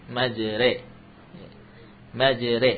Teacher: huruf ra yang maftuh dimiringkan ke dalam kepada kasrah. Majroh menjadi majre.